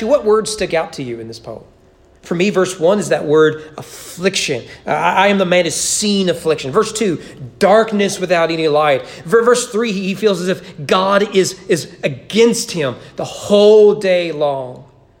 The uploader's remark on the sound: Sermon preached at East Frankfort Baptist Church. During the annual Christmas Candlelight service.